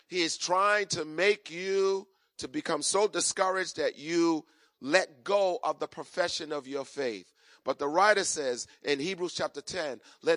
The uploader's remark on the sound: Recorded on 2017-02-19 at the 08:30am Service.